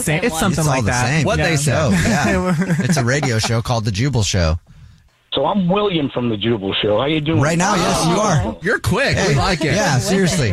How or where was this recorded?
phone line